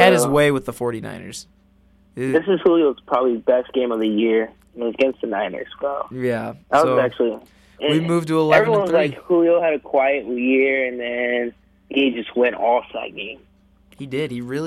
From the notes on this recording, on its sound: Over the phone. In the studio.